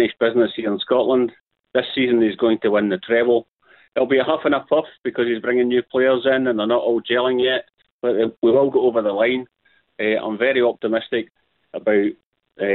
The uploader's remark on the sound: taking your calls